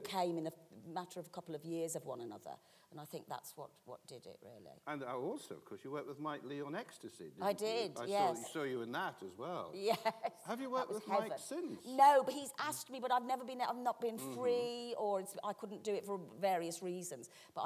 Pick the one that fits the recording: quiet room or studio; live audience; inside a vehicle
live audience